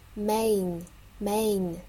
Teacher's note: main 先发 a，发完之后再加一个鼻音 main，所以感觉它既有 a 的音，又有 in 的音。main，对吧？好，放完前面之后。再有一个 land，mainland 就可以了。这是单词。那我们看一下词与词之间怎么组合，哪些连读，哪些弱读呢？